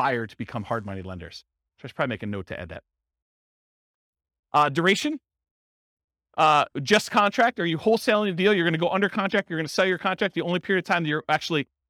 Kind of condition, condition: setting, live audience